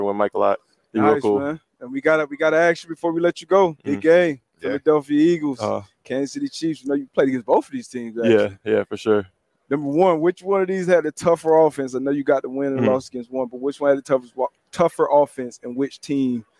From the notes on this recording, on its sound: LIVE FROM MEDIA ROW AT THE SUPER BOWL